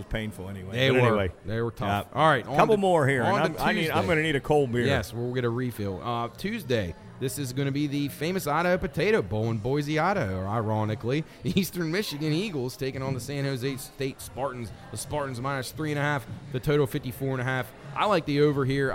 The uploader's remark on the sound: LIVE at Generations. LIVE on location.